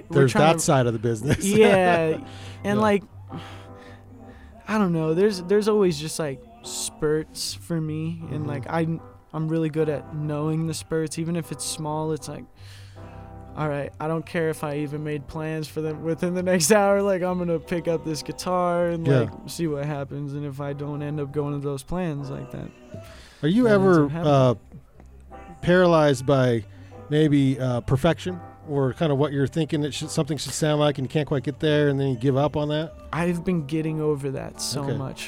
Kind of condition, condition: setting, inside a vehicle